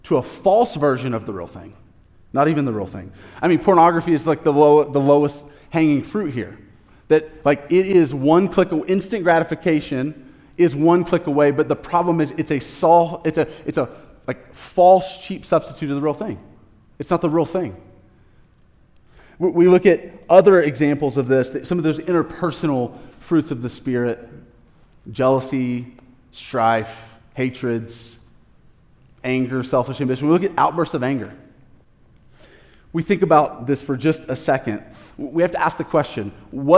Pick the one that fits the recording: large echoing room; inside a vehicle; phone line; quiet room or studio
large echoing room